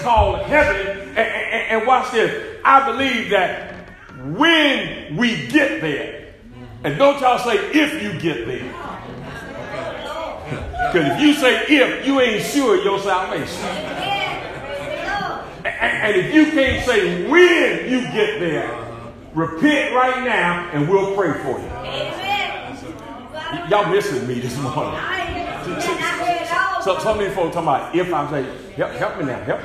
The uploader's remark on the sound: SERMON PREACHED AT ARCOC